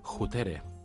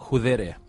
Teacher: la T és una consonant sorda, sorda vol dir que no ens vibren les cordes vocals · Shown in: first take · la sonoritzem vol dir que fem vibrar les cordes vocals, l'equivalent d'aquesta T a la versió sonora és la V, ara parlo així malament, eh?